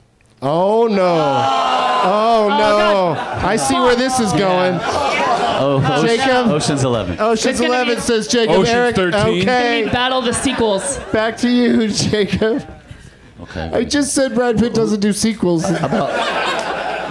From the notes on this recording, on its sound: Back at the UCB Franklin in Los Angeles